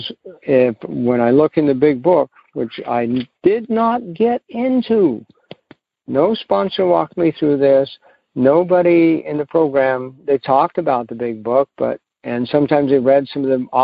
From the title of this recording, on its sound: Monday Noon Phone Speakers Series